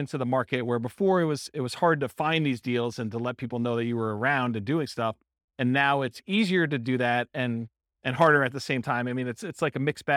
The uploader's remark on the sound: This was a live class recorded